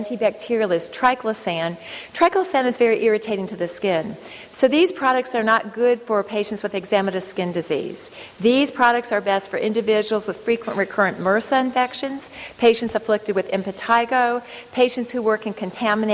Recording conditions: live audience